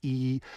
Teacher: I've actually made the mouth resonator very small by pushing my tongue forward and lifting the back of it